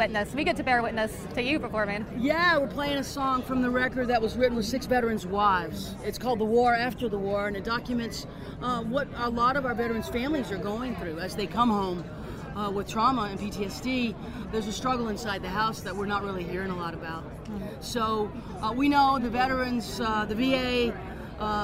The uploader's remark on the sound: Live from the red carpet at the 2018 Americana Honors & Awards Show